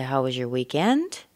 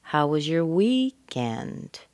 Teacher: It starts with a WH word. A how is a WH word, which means it will go up at the end and then down again. · Shown in: second take · So I don't say, how was your weekend?